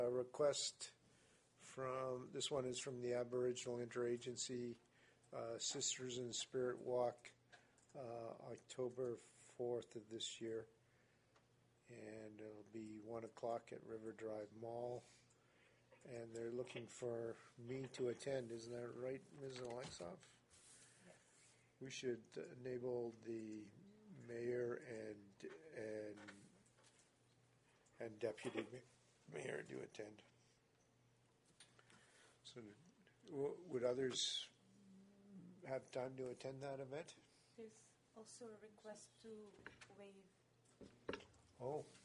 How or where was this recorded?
large echoing room